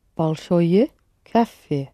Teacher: So how do you say a big cafe? With the word big, it's always the ending that is accented.